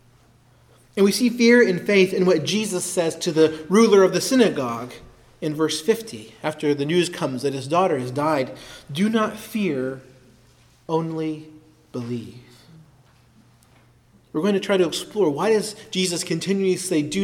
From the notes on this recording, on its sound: preached at Christ Our Savior Baptist Church on Sunday, March 19, 2023